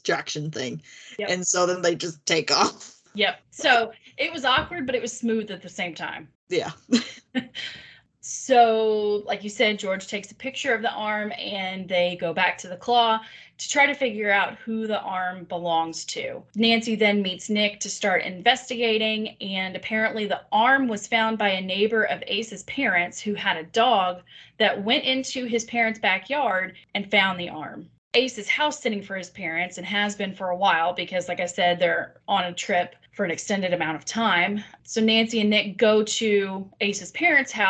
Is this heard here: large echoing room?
no